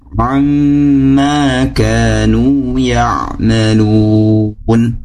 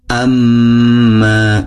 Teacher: kalau ain makhrajnya di bagian tenggorokan bagian tengah, ya, tenggorokan bagian tengah. · Shown in: first take